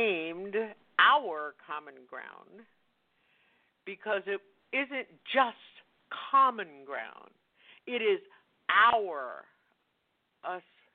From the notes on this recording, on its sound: OPEN MIC Wednesday Night. Listeners who "call-in" via telephone.